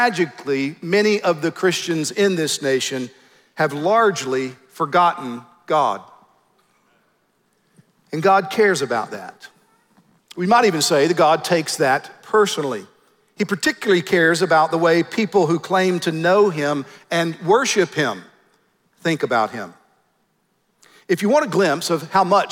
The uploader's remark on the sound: At the Founders “The Only God” national conference in Southwest Florida.